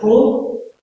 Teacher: fairly back, fairly closed rounded vowel as in pool